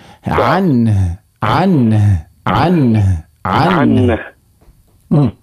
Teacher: شوف، هي حرف نون بعد حرف الهاء اللي هو حرف حلقي، يعني قاعدة الإظهار، لكن التقى ساكنان على حده، حد الوقف وهو حد الجمع وهو الوقف. إذن هنا ستنطق نونا ساكنة مظهرة مع حرف الهاء من أقصى الحلق